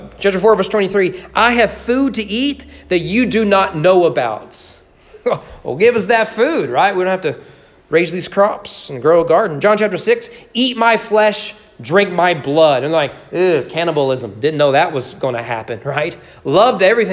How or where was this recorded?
large echoing room